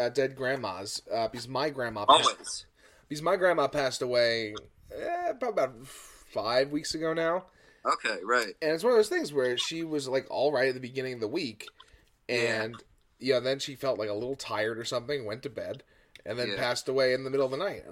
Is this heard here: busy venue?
no